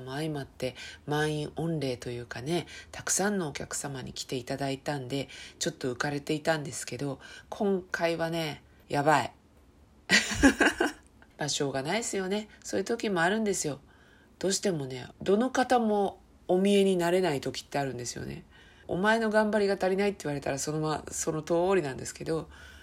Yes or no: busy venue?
no